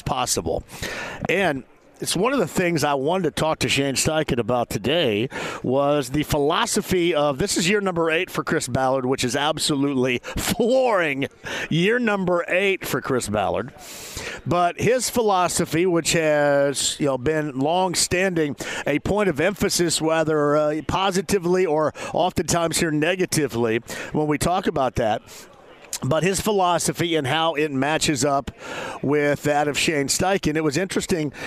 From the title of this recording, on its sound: LIVE from the NFL Combine!